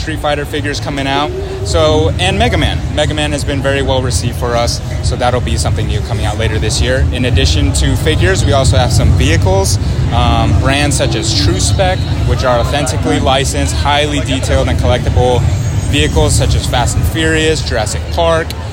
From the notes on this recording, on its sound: Roaming the San Diego Convention Floor, taking in the sights and sounds of SDCC 2023. The Convention Collective is attending San Diego Comic-Con officially this year as press.